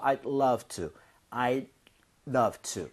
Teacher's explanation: D 사운드는 거의 안 납니다. 그래서 차라리 I do 할 거면 D를 drop 하는 게 오히려 날 정도예요.